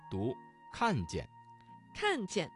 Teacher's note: 看见这个词中的见读成了轻声